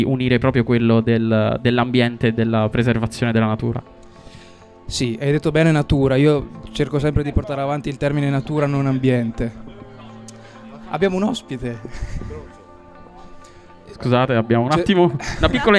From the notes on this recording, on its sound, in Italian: Festival Economia 2019. Estratto dalle dirette di Sanbaradio dal Festival dell'Economia di Trento.